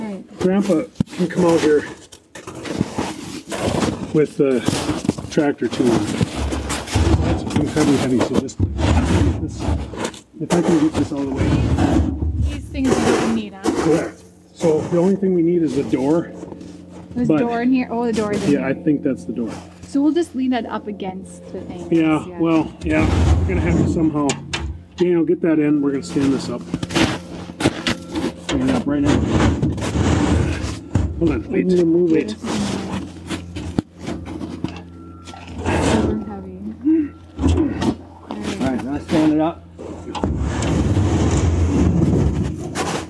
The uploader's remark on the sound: Maple syrup field recording.